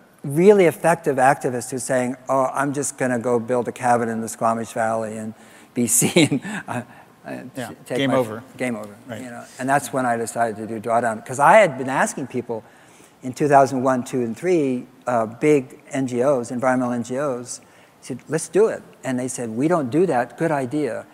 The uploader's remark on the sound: live interviews from GreenBiz events